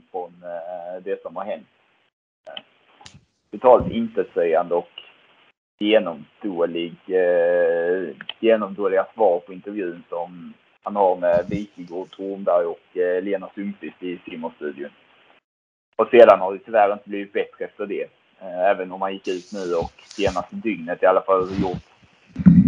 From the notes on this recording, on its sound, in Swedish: Skitljud.